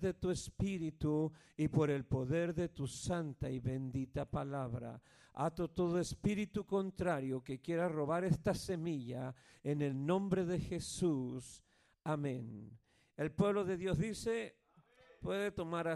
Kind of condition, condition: setting, large echoing room